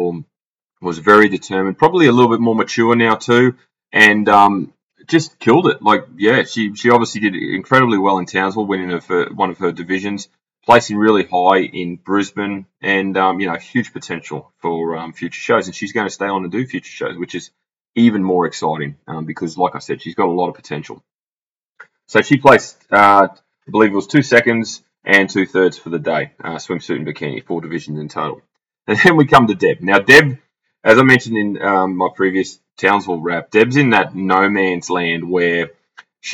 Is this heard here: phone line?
no